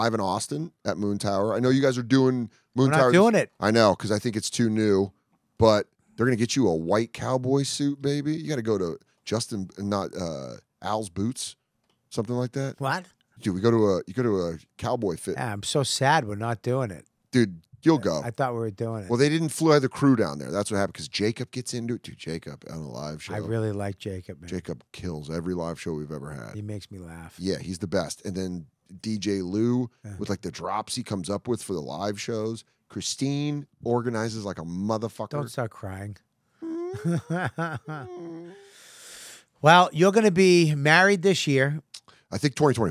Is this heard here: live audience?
no